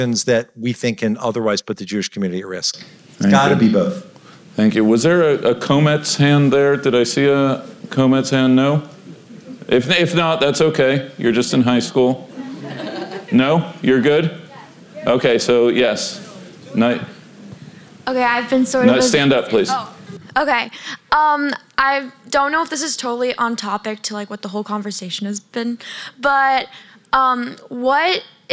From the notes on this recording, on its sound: Recorded in front of a live audience